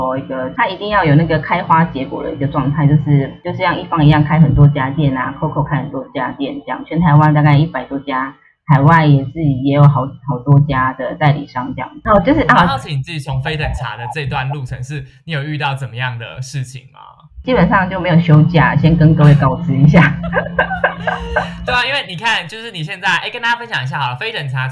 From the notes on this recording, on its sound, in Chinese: 這次節目錄製因為還在嘗試遠端錄節目當中，麥克風的品質稍差